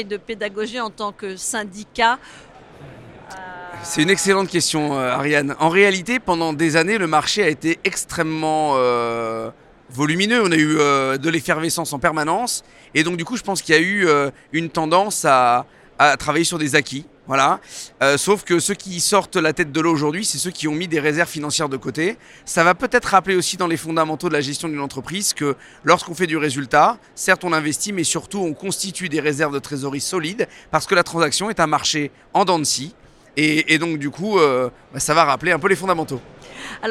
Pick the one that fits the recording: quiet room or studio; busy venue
busy venue